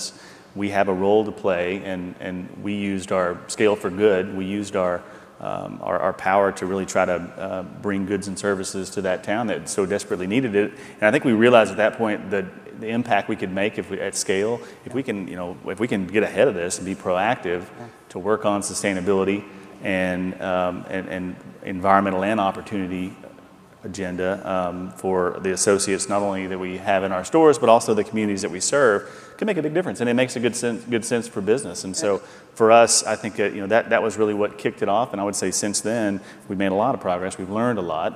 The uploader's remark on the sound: The best of live interviews from GreenBiz events.